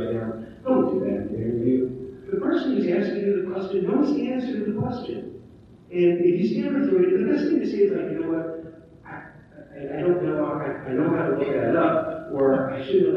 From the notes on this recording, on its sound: Recorded at the Middle Tennessee Cyber Conference. We had technical issues with the primary video and audio recording so this recording is not quite up to our standards.